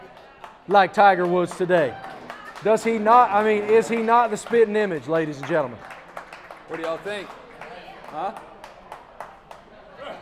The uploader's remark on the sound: Live from Augusta. Live from Savannah River Brewing Company.